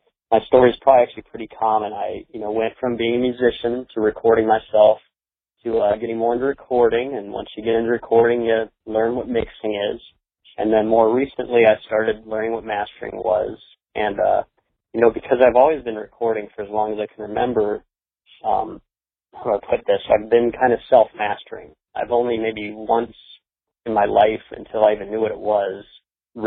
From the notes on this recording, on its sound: Phone Interview.